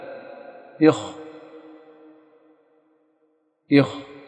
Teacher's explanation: بل إن الخاء حلقية وإن تأثر بها اللسان، لأن الحلق واللسان مرتبطان يا شيخ عضو واحد، الحلق وأقصى الحنك الأعلى، وباطن الحلق من جهة الحنجرة من الخارج وجذر اللسان شيء واحد، فربما كان نطق بالخاء متصلا باللسان ولا يزال منسوبا إلى الحلق.